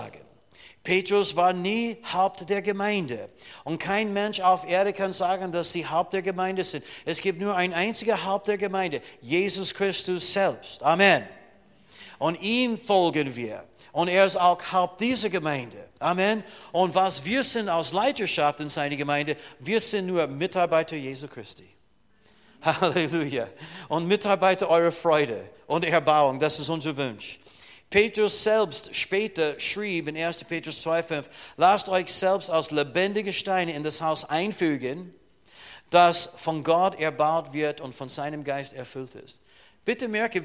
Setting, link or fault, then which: setting, large echoing room